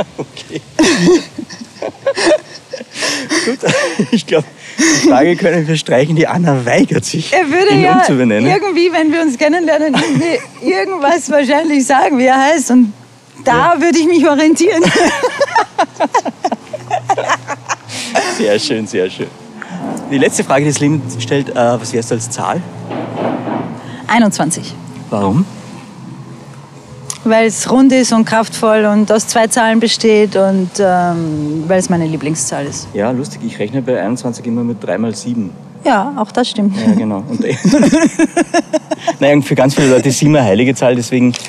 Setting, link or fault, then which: setting, outdoors